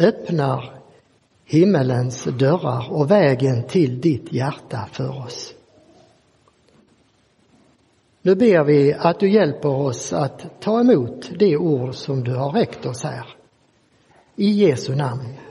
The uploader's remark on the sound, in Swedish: Inspelad i Roseniuskyrkan den 14 maj 2023.